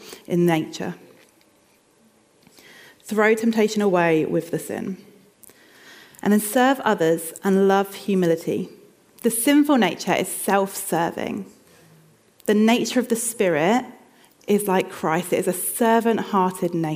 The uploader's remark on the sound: This sermon was recorded on Sunday 22nd October 2023 at our Putnoe venue.